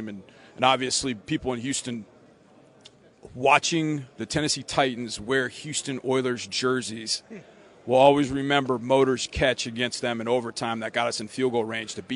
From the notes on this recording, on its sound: live from the combine